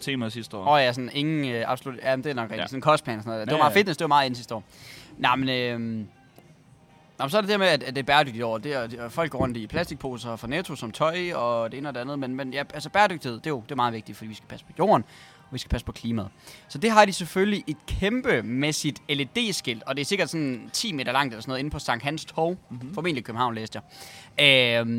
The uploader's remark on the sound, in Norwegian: Live Fra Zwei Grosse!